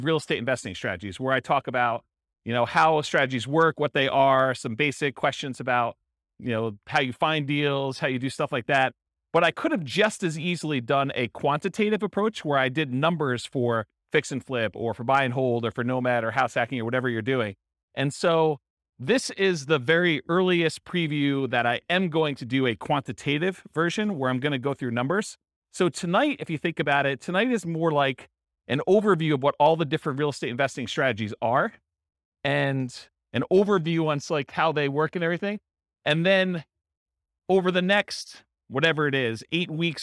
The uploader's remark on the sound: This was a live class recorded